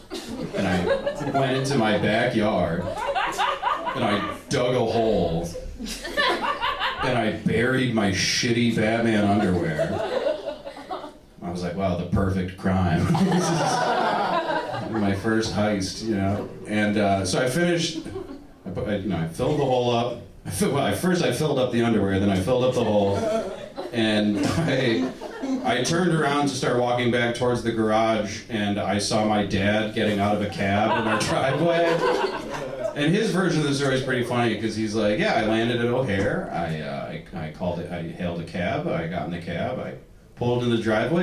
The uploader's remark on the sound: These stories were recorded at Ladylike Presents: MANLIKE as part of the Lincoln Lodge’s Future of Comedy Festival last weekend.